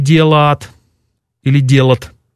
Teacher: Кроме того, пропадает интервокальный йод, так называемый, в некоторых формах глаголов и прилагательных.